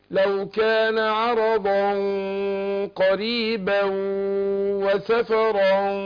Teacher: نون بس بتنطق لا تكتب. فاقول عرضا نون التنوين دي جي بعدها القاف هخفيها عند القاف بس مع ايه؟ تفخيم الغنة